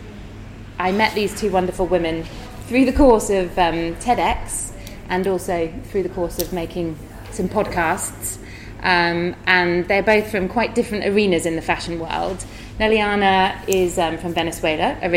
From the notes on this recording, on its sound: The first in a series of live talks I am hosting on Ibiza, under the banner of The Human Library. The House of Wow.